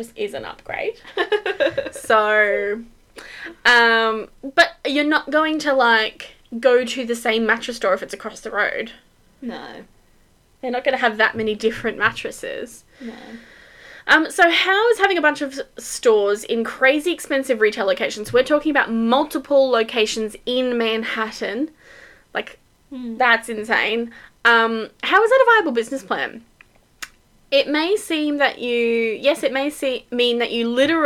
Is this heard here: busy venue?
no